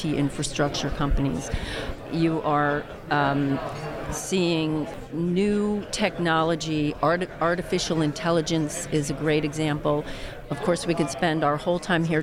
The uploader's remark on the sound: Live from JPM.